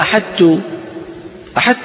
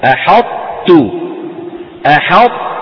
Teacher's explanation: يجعلون المخرج يرتفع عن الحرفين ارتفاعة واحدة، وذلك بأن يطبقوا على طاء غير مقلقلة ويفتحوا على تاء · Shown in: second take · Term: إدغاما ناقصا